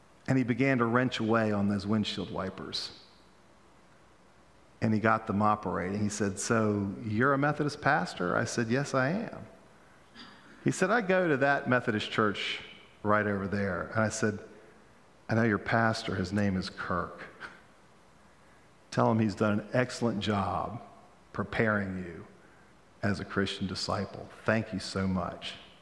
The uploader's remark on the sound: Pender UMC Contemporary Worship Sunday November 27, 2022 at 11:15 am